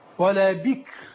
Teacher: إذا وقفت على كلمة ولا بكر رقق الراء لأنها بعد كسر، لا يضر السكون الذي بعد الكسر ولا بك، الكاف لا تضر، أهم شيء اللي قبل الكاف ولا بكر.